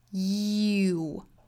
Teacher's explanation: 由一个紧音的一个 y 的口型去过渡到一个比较紧张的 u 的口型，所以它的口型不是 o 这样的过渡，而是 u 这样的紧张音才对，应该是 y u 的组合 you 而不是 you。Did you ever。那这个时候 you 跟 ever 也是元音的连读哈，我们加一个小小的 wo 的音。